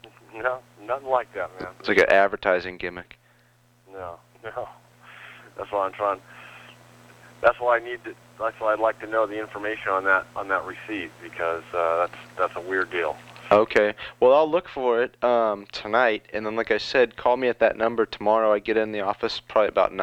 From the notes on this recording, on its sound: …'s Personal Prank Phone Calls Collection.